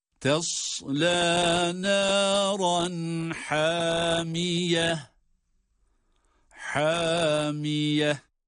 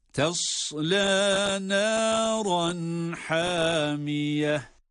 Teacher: Elif uzatma harfi olarak, bakınız elif met harfi olarak önceki harfi uzattırıyorsa, o zaman öncesindeki harfin kalınlığına ya da inceliğine tabidir. Burada ha harfi ince harf olması itibariyle elif ile uzatarak okunması da ince ses ile olacaktır.